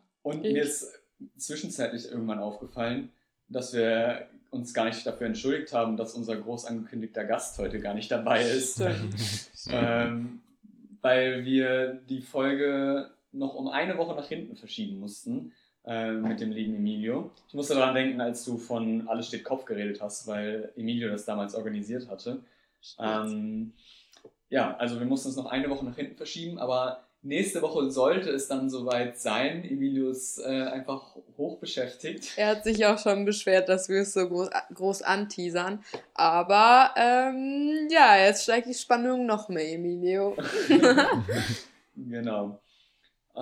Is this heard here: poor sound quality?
yes